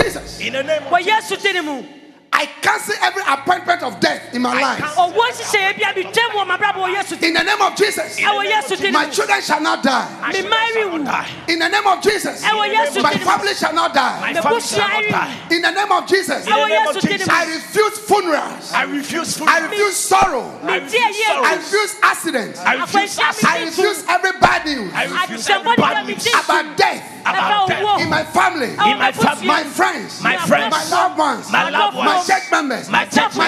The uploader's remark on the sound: Preached at The Life Cathedral